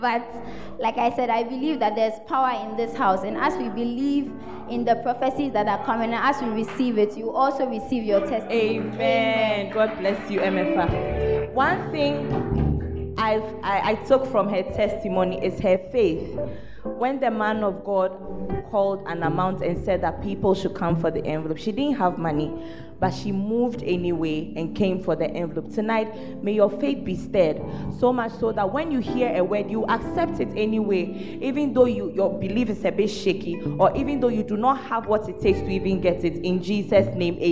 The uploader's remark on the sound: The Proton Convention Day 3 at The Fountain of Life Cathedral, Ayeduase - Kumasi